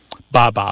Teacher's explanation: B sound coming off the lip followed by a vowel